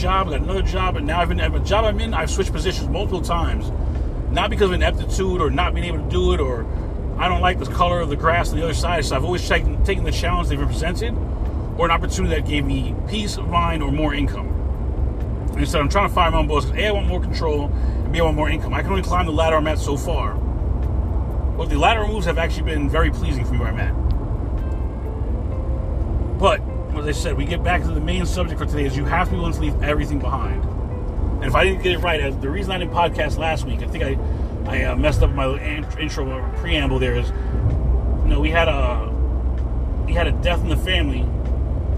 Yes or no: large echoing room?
no